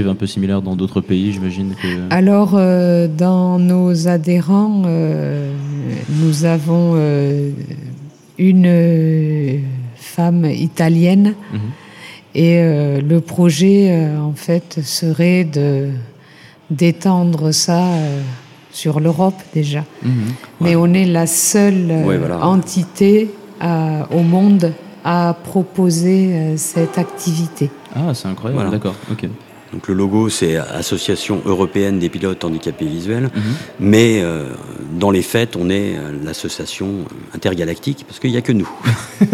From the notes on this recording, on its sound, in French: Bienvenue sur cette série d'épisodes enregistrés en live au musée Aeroscopia à Toulouse. En scène ouverte devant le public.